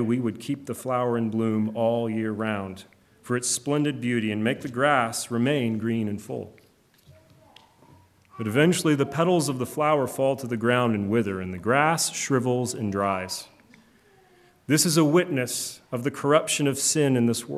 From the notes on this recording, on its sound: Preached on January 23, 2024 at Trinity Presbyterian Church ( Evangel Presbytery ) in Spartanburg, SC. Funeral Sermon.